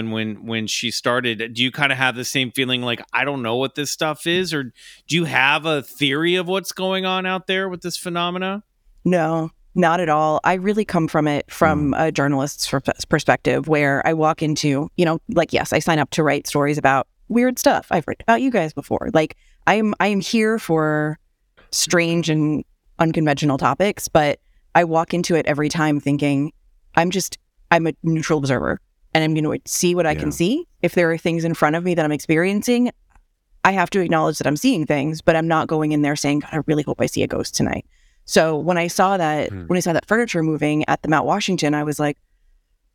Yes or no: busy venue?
no